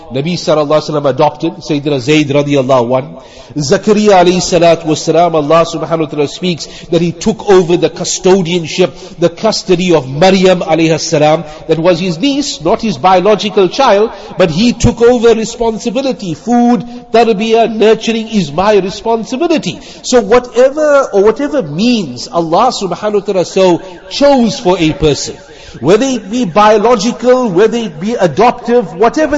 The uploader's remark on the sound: Jumuah lecture.